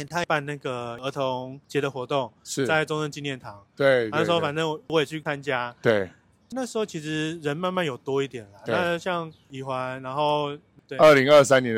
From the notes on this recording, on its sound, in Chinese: 在板橋火車站外面錄音